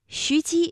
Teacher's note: 徐姬，一个西，一个姬，这都是舌面音连读